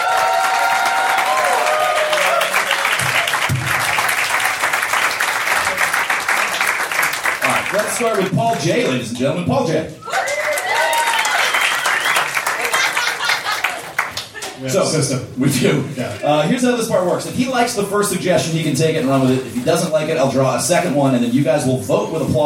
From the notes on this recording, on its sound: Recorded March 22, 2014, at the Blue Monk in Portland, OR.